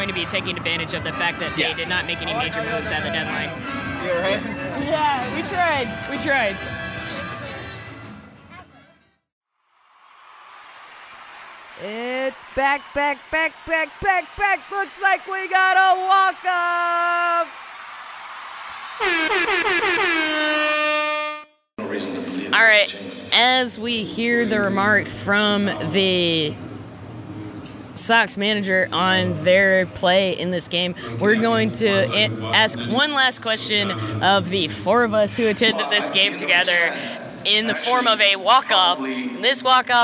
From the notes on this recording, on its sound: LIVE from Chicago. Took a Guaranteed Rate Field trip to record an episode live at a Chicago White Sox vs.